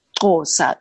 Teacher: However, the click is more authentic. Xhosa, made with a click, alveolar click, the blade of the tongue and the alveolar ridge